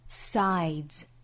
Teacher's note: sides 这个词要求我们舌头再伸回来，去摩擦上齿背或者下齿背